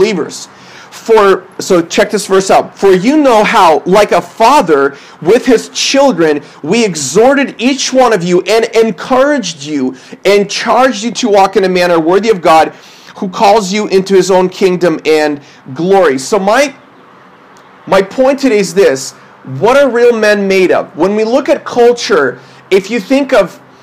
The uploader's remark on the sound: This is a sermon I preached at my church based on 1 Thessalonians 2:8-22.